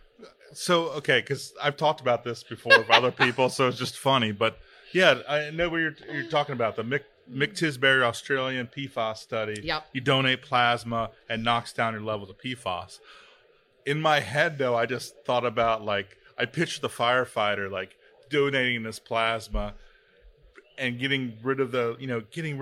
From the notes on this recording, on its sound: Live at FDIC. APS Radio livestream from FDIC International 2023.